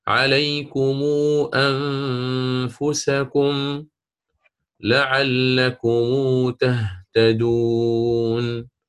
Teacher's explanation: لو كان بعده الآن متحرك، فالإمام ابن كثير برويه يضم ميم الجمع ويصلها بواو لفظية مع القصر